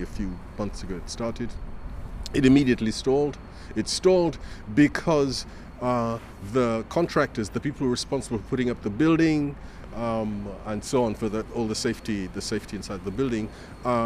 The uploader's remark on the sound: A Political Walk in North Kensington, London